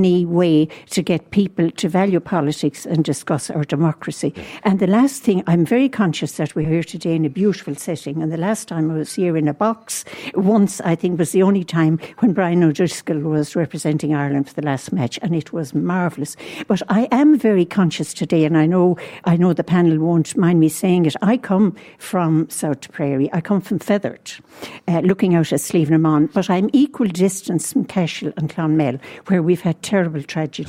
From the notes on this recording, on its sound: Live from the Aviva Stadium today.